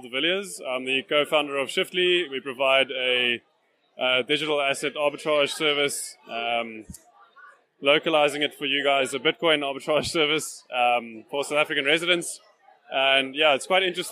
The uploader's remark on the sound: Recorded live at the March Bitcoin Cape Town meetup. Does a live Q&A with attendees of the meetup.